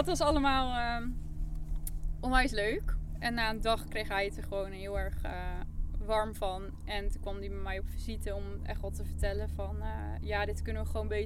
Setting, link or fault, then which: setting, outdoors